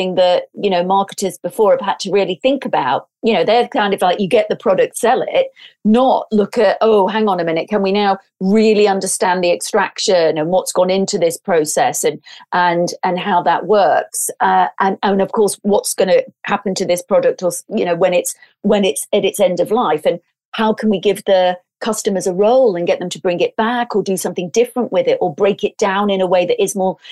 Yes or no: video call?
yes